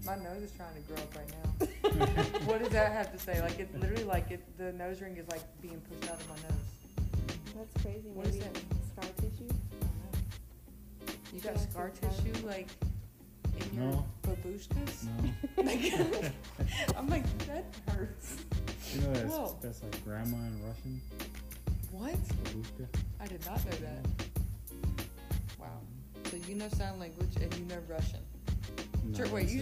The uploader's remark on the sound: we were all pretty tired recording this and were speaking at a lower decibel level than usual!